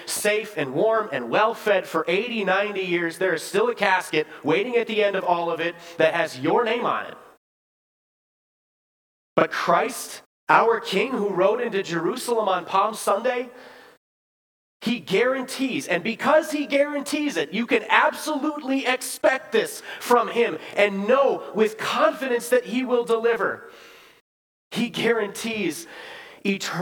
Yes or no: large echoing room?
yes